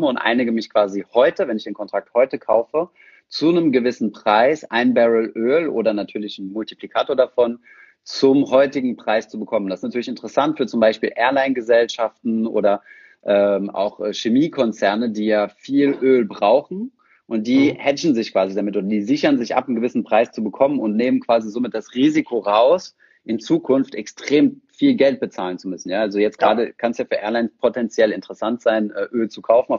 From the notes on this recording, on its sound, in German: Diese Podcastfolge war eine Instagram Live-Session